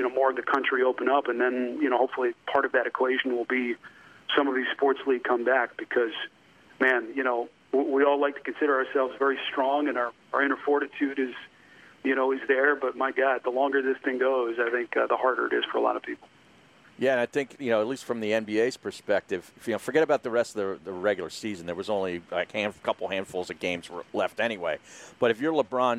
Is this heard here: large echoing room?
no